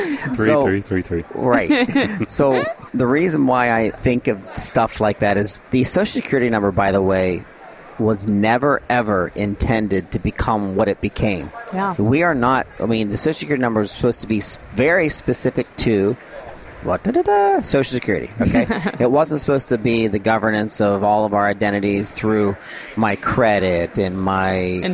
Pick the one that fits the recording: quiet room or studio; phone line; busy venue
busy venue